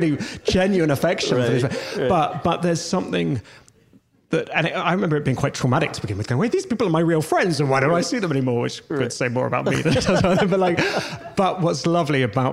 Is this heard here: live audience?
yes